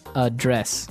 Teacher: So the verb address has the stress on the second syllable.